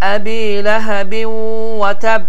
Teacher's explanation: Bu cür oxunuş düzgün deyil, bəli qalqaladır, amma unutmaq lazım deyil ki, sözün sonunda şəddə vardır.